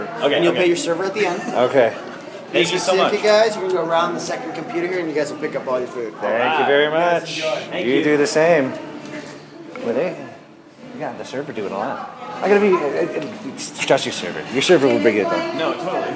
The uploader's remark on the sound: at Casa Bonita (Denver, CO)